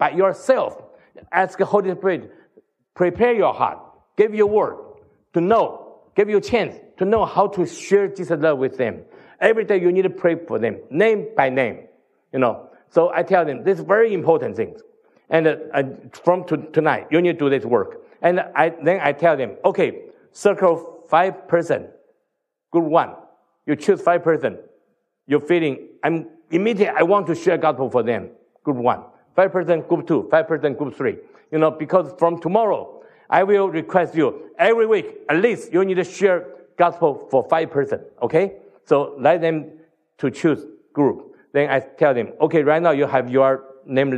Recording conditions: live audience